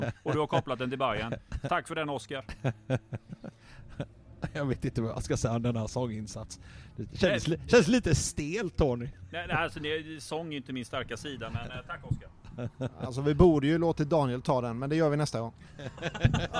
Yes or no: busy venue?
yes